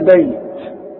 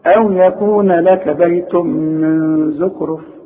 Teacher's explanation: عند الوصل لا مد، عند الوقف حركتين واربعه وسته · Shown in: first take